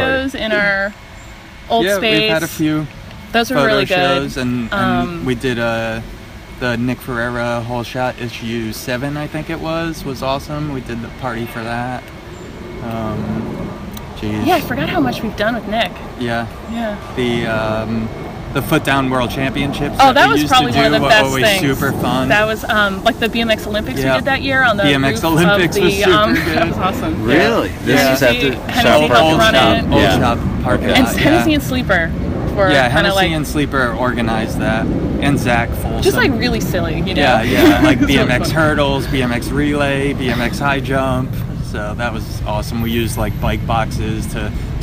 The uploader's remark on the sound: Both interviews were recorded in the woods